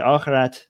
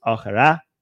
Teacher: They don't say, they don't pronounce the T · Shown in: second take